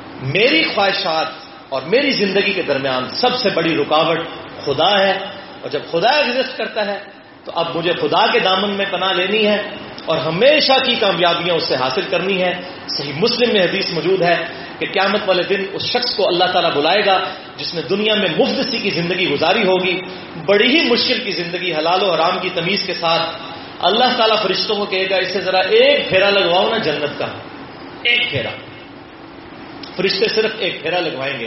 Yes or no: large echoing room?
yes